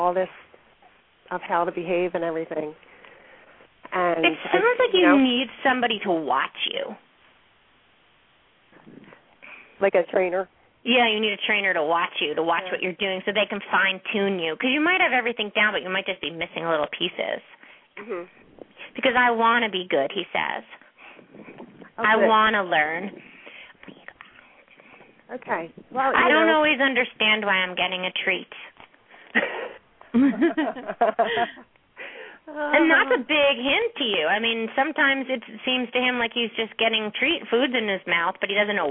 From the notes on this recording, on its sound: open up the lines for listeners to call